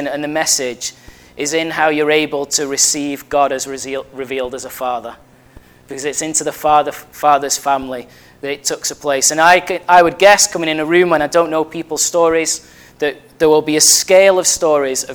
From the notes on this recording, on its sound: At Family Church Westhoughton.